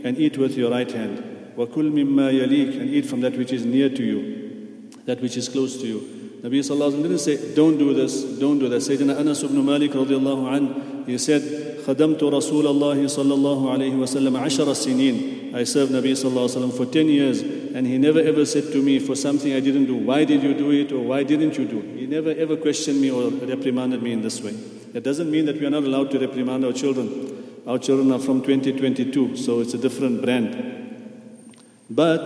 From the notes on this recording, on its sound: at the Houghton Masjid (West Street)